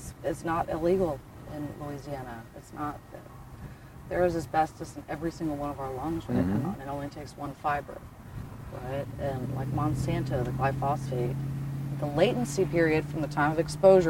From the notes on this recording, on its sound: filmed from the banks of the Mississippi River in Norco, Louisiana